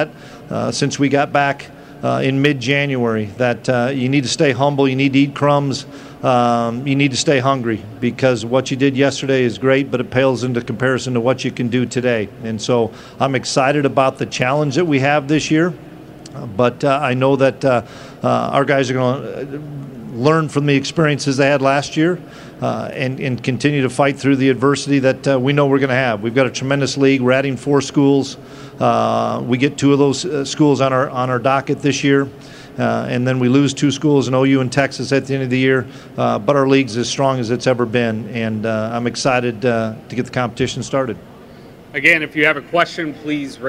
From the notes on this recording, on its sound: press conference at Big 12 Football Media Days